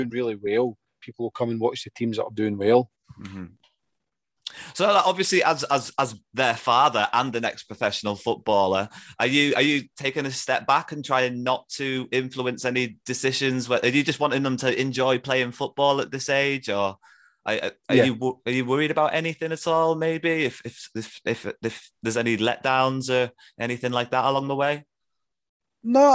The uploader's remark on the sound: got on Zoom